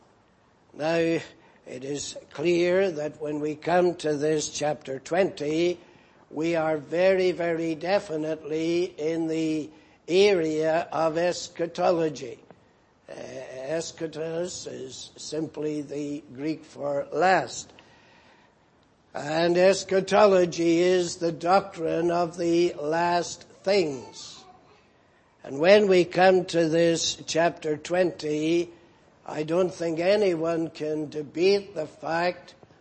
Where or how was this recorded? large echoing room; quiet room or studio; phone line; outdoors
large echoing room